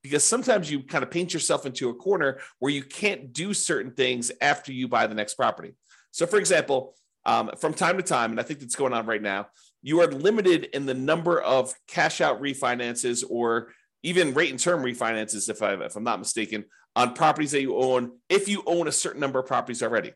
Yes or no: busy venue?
no